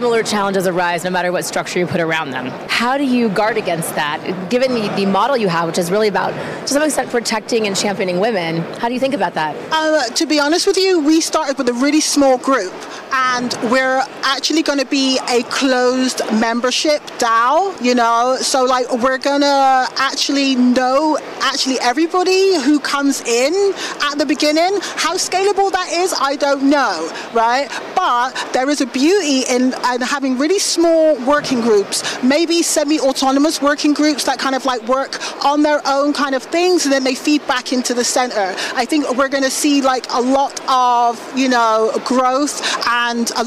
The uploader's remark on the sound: Live from Consensus in Austin, Texas